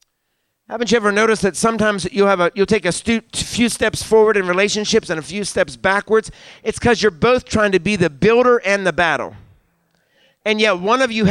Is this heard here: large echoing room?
yes